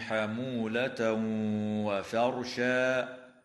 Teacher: ويدغم التنوين في الواو مع الغنة بمقدار حركتين في قول الله تعالى: حمولة وفرشا.